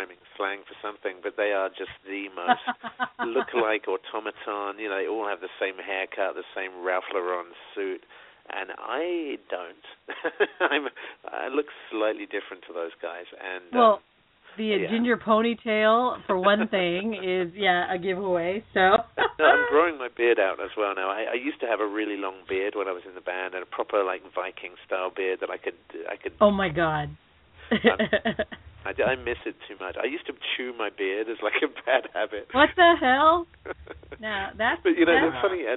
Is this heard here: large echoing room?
no